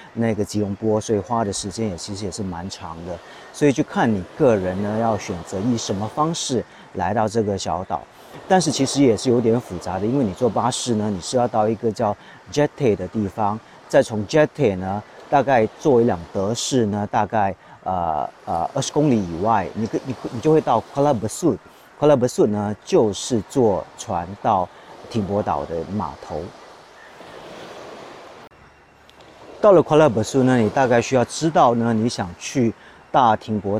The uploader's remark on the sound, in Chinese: 停泊岛，位于半岛东北边，登嘉楼的外海，一组很漂亮的双岛。这期节目，在岛上录制，所以也可以听到停泊岛的海浪声。